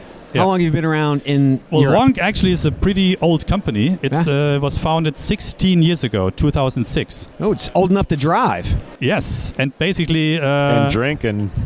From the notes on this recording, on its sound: Enjoy this one, live from UNLEASHworld in Paris.